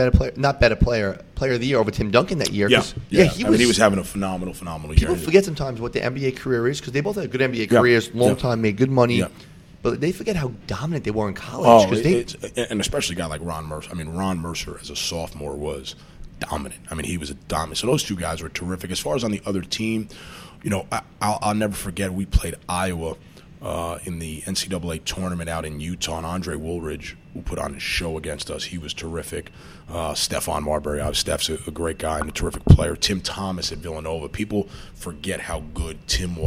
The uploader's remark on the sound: Broadcasting live from Jack Demsey's bar